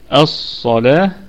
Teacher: الصاد في الدرجة الثانية من درجات التفخيم لأنها مفتوحة